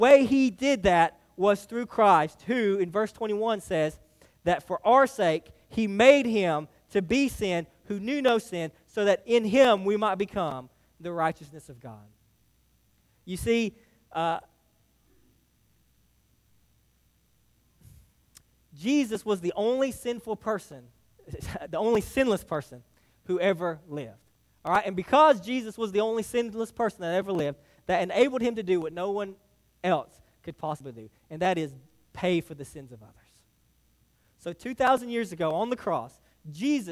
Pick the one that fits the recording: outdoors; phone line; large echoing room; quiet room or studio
large echoing room